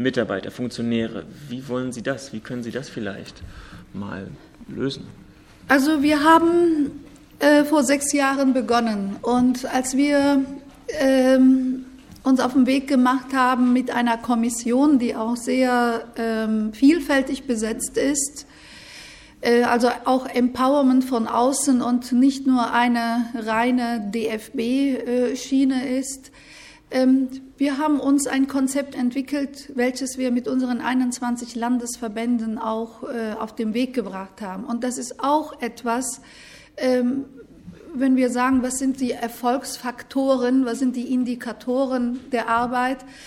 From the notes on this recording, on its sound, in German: Treffem von über 30 Journalisten und Journalistinnen aus den unterschiedlichsten Medien. In Berlin. Die Podiumsdiskussion zur Eröffnung des Treffens.